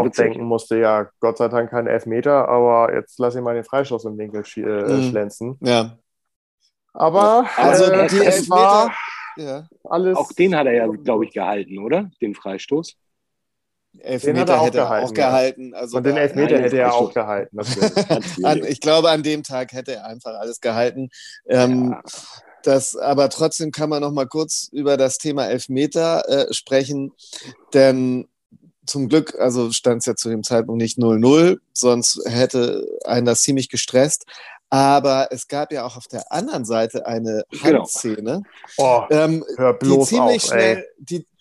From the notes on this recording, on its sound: via Zoom